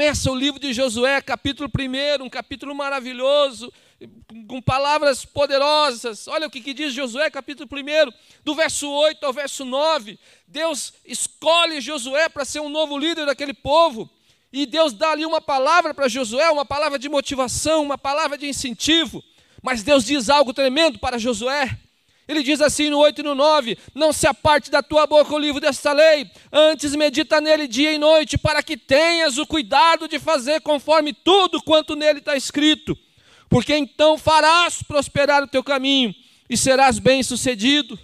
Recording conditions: large echoing room